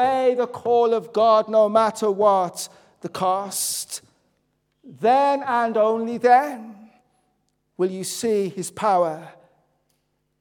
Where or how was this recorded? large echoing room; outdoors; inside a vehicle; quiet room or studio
large echoing room